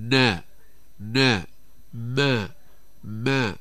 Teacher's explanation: فلو أغلقنا الخيشوم بإصبع عيني فإن النون والميم لن تخرج، كأن نقول مثلا نا نا ما ما، عند فتح الخيشوم يخرج الصوت، نقول نا ما نا ما. · Term: الغنة